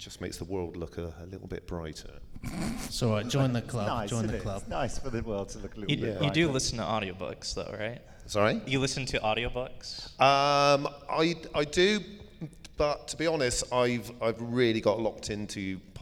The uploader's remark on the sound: Are in attendance at the Chicago TARDIS convention. Join them on stage for this 'recorded-as-live' podcast.